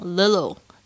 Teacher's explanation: 后面如果加上元音的这个声音的话呢，它就会浊化变成这个 T 跟 D 之间的声音。所以你常听到他们是讲 little